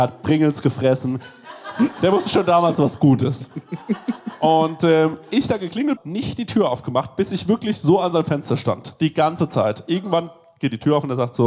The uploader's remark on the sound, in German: Live aus Berlin